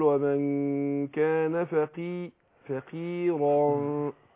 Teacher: في القاف طبعا تاخد ادنى درجه التفخيم